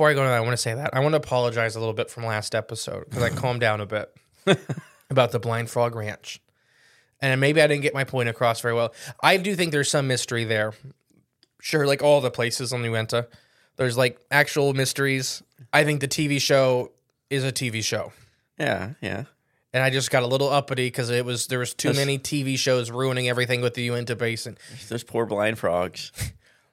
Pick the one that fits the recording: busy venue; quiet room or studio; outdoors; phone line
quiet room or studio